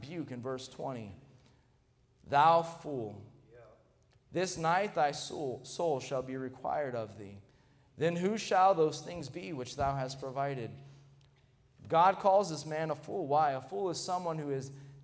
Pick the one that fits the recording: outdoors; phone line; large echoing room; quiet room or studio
large echoing room